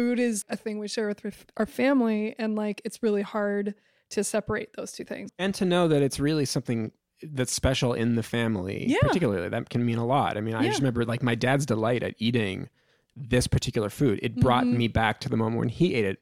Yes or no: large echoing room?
no